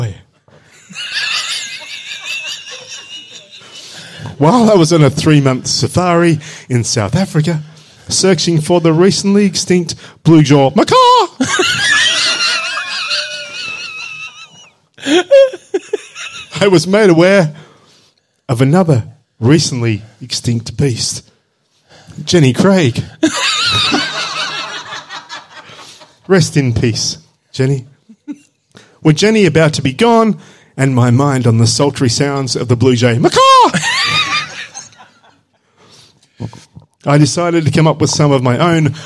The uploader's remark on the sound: It's the first half of our latest Live Show.